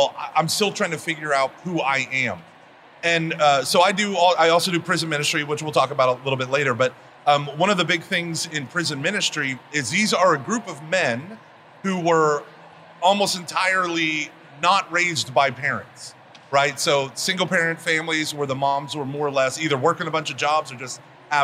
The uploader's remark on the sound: recorded at the SEEK24 conference this past January.